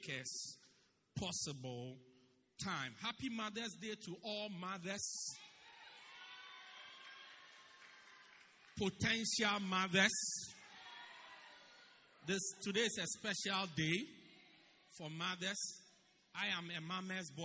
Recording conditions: large echoing room